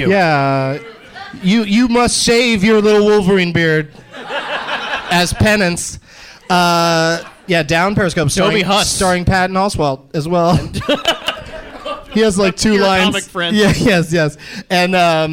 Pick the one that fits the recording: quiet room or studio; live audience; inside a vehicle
live audience